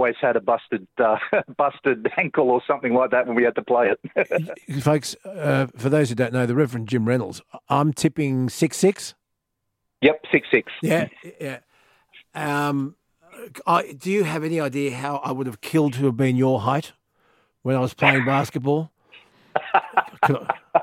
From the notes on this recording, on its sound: the good Reverend phone